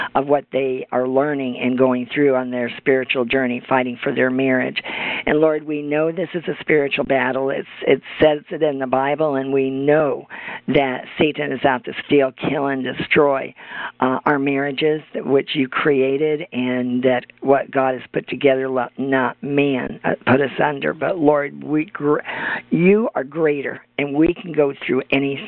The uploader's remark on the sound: June 22, 2017 Conference Call